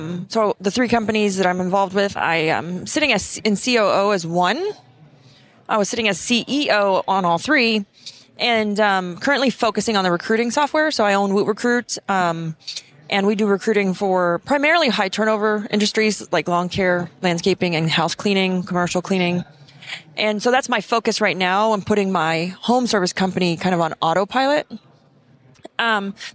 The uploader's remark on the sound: Pod-Row at Synkd LIVE